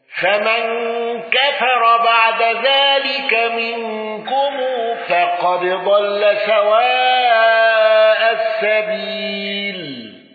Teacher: الشاهد هنا إدغام الدال في الضاد